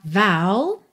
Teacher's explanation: Vow, atenção aí à pronúncia dessa palavra que é V-O-W. Que esse O vai ter esse som mais aberto